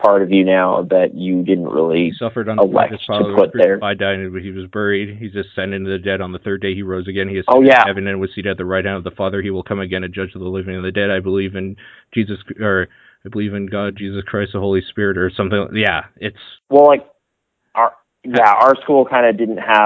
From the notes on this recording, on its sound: The whole podcast is recorded old school over THE PHONE! Where most podcasts might call this a lack of sound quality. We apologize if it’s hard to listen to because of this.